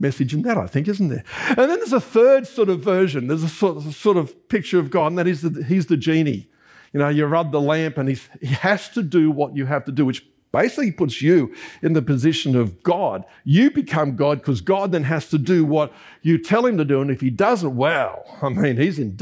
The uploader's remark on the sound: This was recorded during our Sunday AM service on 17th September 2023.